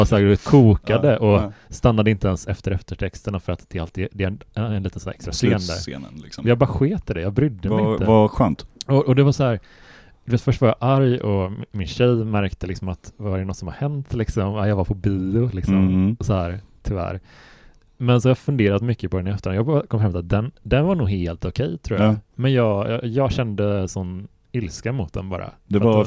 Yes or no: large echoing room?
no